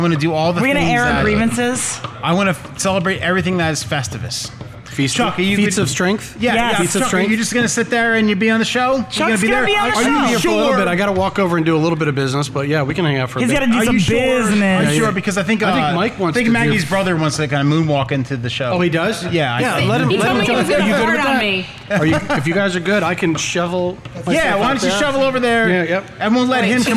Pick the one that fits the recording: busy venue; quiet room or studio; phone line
busy venue